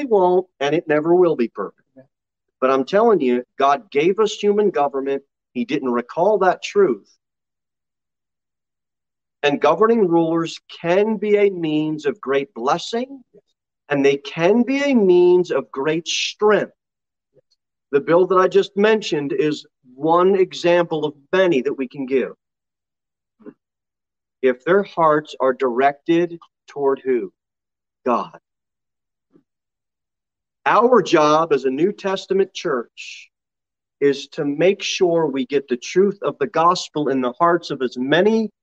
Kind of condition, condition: setting, large echoing room